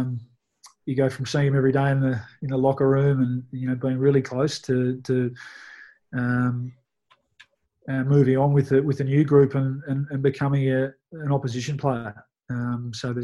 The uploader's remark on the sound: This podcast was produced in isolation via a Zoom conference call